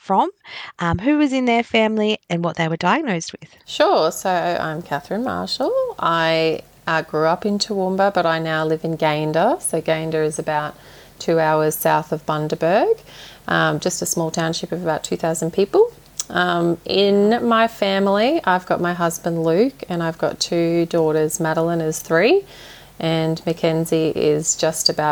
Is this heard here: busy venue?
no